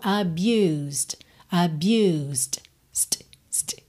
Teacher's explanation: Porque a gente tem o S direto pro D. Esse E de abused não é pronunciado. Você não diz abused, tá?